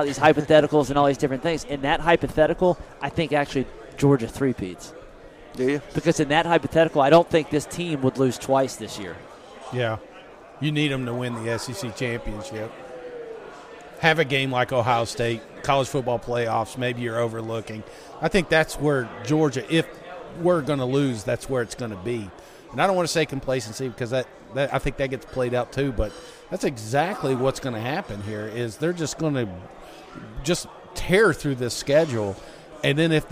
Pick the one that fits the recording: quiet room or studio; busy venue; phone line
busy venue